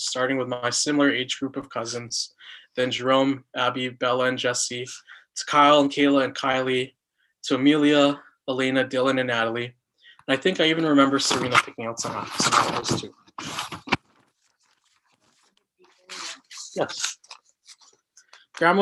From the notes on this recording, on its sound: I was given the opportunity to share my prayer and reflections of our time together virtually with our family over Zoom.